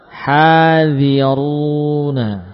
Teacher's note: Hadhi dzal, dzalnya tipis, ra'nya tebal.